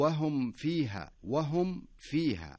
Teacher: هنا الميم إذا جاء بعدها حرف الفاء، الميم الساكنة إذا جاء بعدها حرف الفاء نكمل الميم كاملة بدون إخفاء